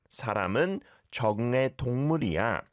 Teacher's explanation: although it's spelled 으이 like 으이, but often pronounced 에, if not almost exclusively, is like apostrophe S.